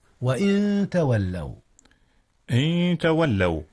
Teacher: أخفي النون قبل التاء وهي أيضا من حروف الإخفاء.